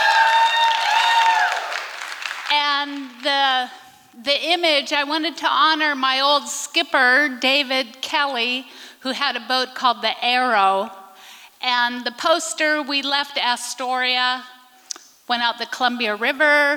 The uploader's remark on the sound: These performances were recorded at the Liberty Theatre in Astoria, OR on Friday, February 24th, 2023.